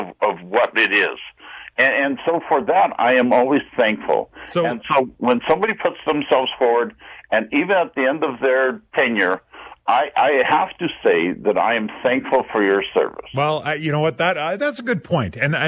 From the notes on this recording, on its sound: Every Friday we open the phone lines and give you a chance to call out or commend anyone you think deserves it.